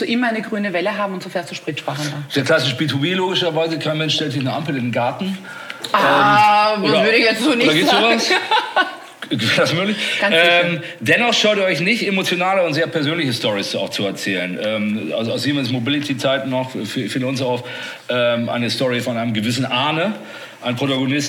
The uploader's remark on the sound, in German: in unserem Live-Podcast „Monsters of Content Marketing” live vom #KKongress in Berlin